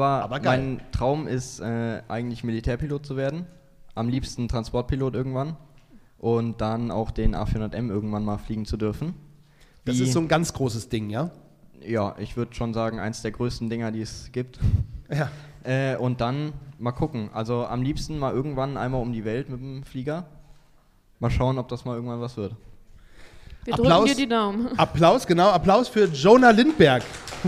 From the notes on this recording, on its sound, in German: Sind zu Gast auf dem Flugplatz des LSV Lüchow-Dannenberg in Rehbeck, um mit ihren Zuschauern über das Fliegen zu sprechen. Vor einer Cessna in einer großen Flugzeughalle haben sie das Set für die Live-Podcast-Aufnahme aufgebaut.